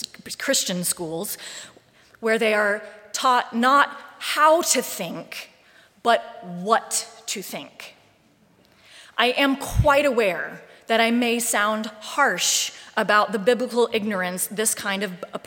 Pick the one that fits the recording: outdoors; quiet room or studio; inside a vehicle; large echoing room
large echoing room